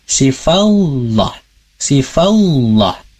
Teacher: Hati-hati jangan sampai ditambah huruf wawu di sebelum lafaz Allah. Karena di sana tidak ada wawu.